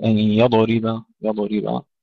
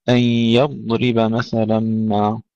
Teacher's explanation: الضاد الساكنة فيها استطالة ولا قلقلة فيها · Shown in: second take